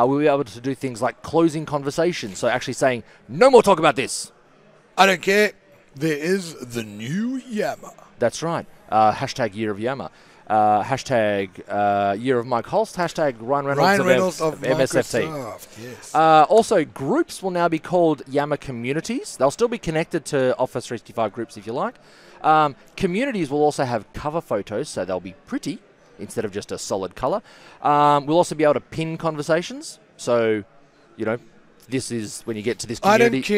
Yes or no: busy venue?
yes